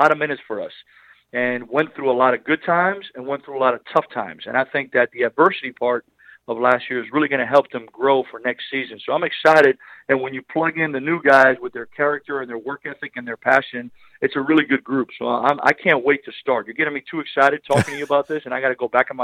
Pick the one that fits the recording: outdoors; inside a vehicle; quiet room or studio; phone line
phone line